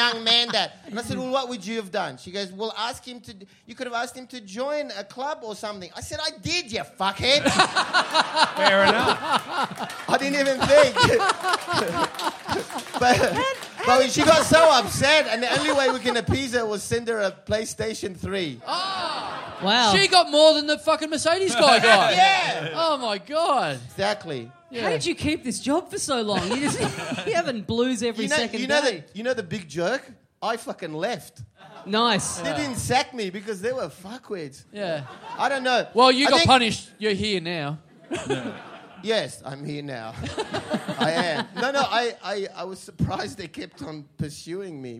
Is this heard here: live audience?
yes